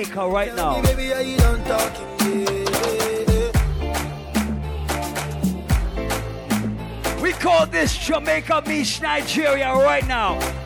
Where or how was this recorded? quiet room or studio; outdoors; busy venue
busy venue